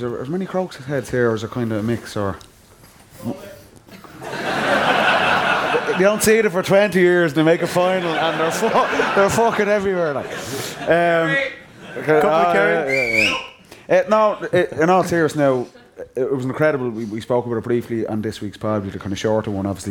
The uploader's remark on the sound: TFP LIVE in Dublin. Live in Kilmacud Crokes clubhouse.